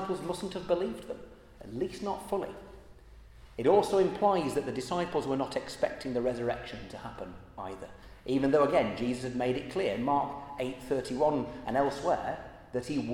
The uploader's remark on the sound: at the Christians in Parliament Easter Celebration Service on Tuesday 18th April 2023 in the Chapel of St Mary Undercroft.